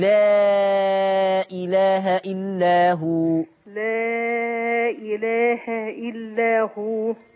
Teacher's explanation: المد اللي وراها همزة المد كم حركة؟ أربع حركات.